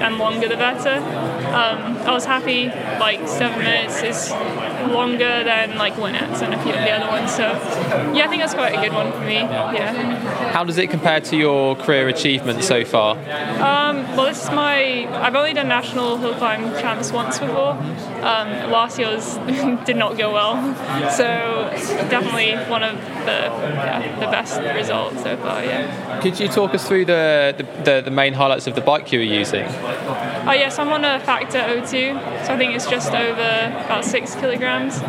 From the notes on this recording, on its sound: Records live from the UK National Hill Climb Championships in Llangollen, North Wales. The clang of cow bells, blast of horns and roar from the crowd will transport you to the Old Shoe’s relentlessly steep slopes.